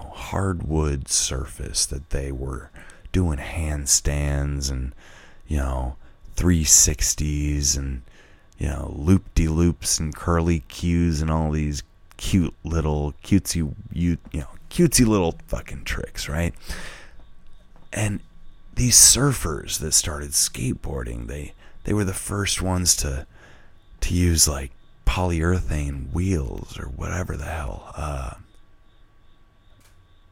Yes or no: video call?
no